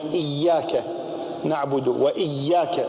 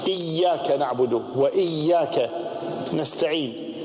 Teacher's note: لابد يمسك الياء قليلا عليها شدة، هذان حرفان، الياء مشددة يعني حرفان